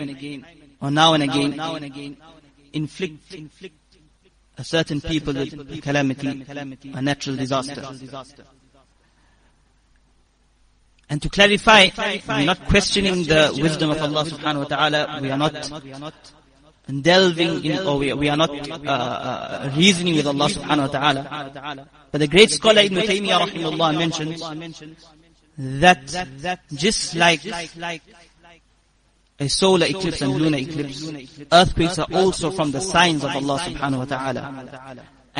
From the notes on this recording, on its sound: Jumuah lecture